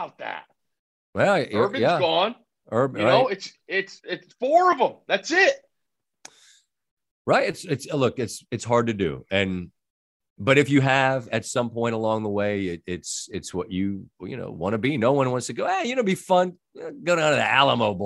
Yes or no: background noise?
no